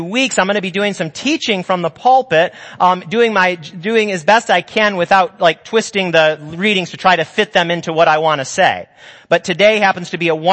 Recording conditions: large echoing room